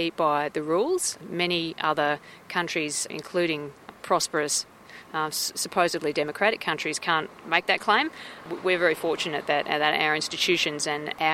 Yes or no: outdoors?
yes